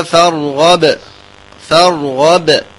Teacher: مقلقلة قلقلة كبرى مع ترقيقها